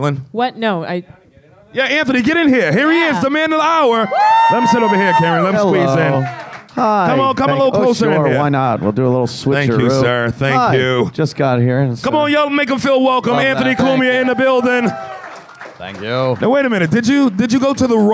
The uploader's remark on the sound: This live episode was a part of The New York Comedy Festival! There was at least one person in the audience.